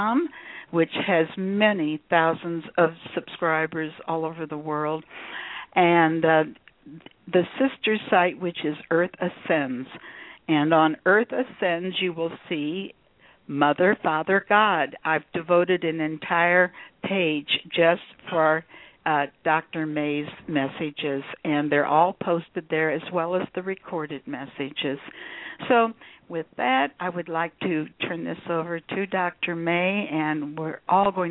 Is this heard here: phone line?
yes